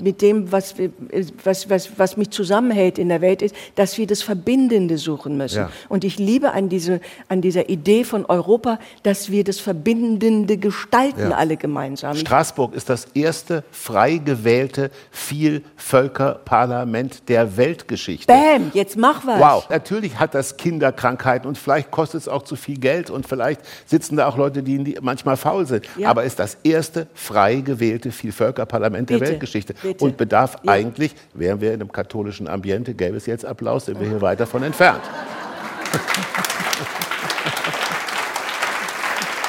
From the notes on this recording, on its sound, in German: In der dortigen Ritterakademie. Vor begeistertem Publikum.